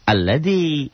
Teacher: jadi alladzi itu namanya hamzah wasol. Jadi ni-nya enggak dibaca. Jangan nilladzi jangan.